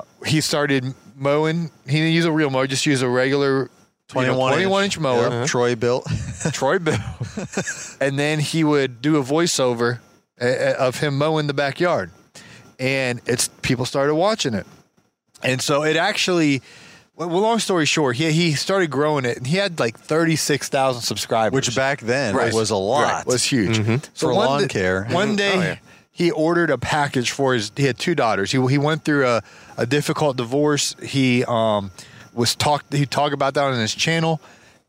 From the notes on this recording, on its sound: an outdoor fireside chat in Minneapolis